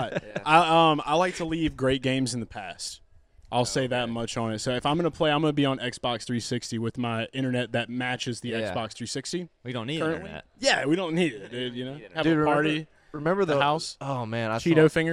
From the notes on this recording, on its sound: Garage Talk LIVE From Hooters Mall of Georgia